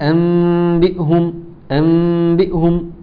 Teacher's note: حرف الباء لما يجي بعد النون الساكنة تقلب النون الساكنة إلى ميما بغنة، ميما مخفاة بغنة. · Term: الإقلاب